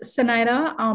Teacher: My dad is Spanish, so it's pronounced Spanish, but it's spelled with a Z, but it's like an S